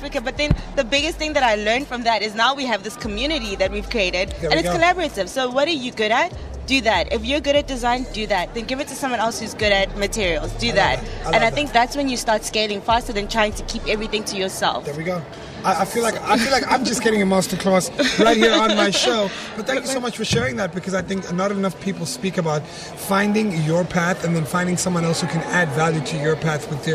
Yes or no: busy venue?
yes